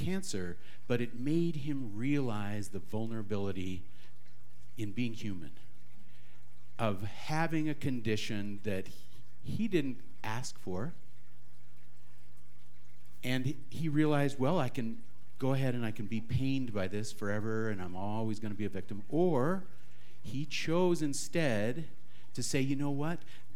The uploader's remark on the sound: This talk was recorded live at the Center for Spiritual Living Prescott.